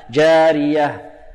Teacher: الراء هنا مكسورة فهي مرقة